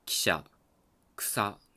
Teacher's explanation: よく無声化が起こって「汽車」「草」となることが多いんではないかなと思いますね · Term: 母音の無声化